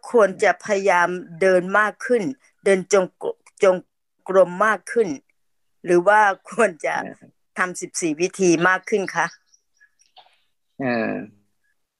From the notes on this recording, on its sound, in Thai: คอร์สออนไลน์ (ผ่านโปรแกรม Zoom).